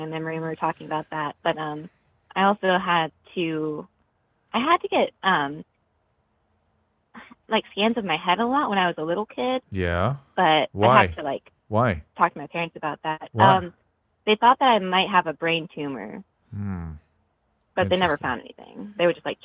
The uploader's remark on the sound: go into some live calls